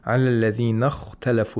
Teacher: The kha has tafkhim at the second lowest level because of the sukun.